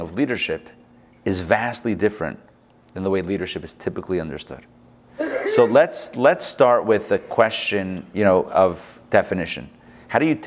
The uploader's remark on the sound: Recorded live at the Intown Jewish Academy